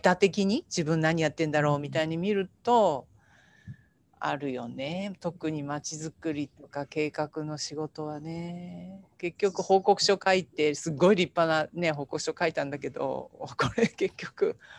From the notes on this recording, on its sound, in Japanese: 収録場所： オンライン (Zoom)。